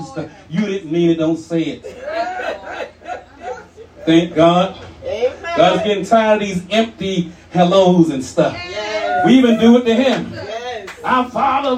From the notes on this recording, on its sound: shared this message live at RACC on 9/24/23.